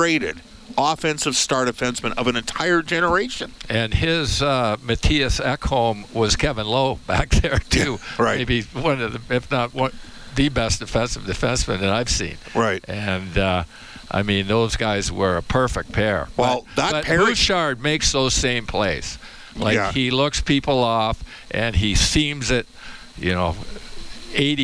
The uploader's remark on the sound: Live from Rogers Place.